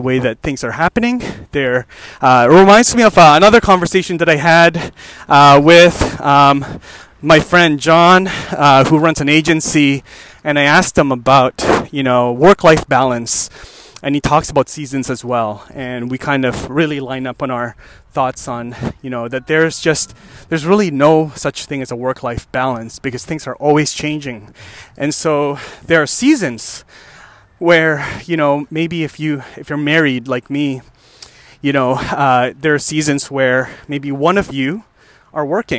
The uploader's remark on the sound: Another walking podcast.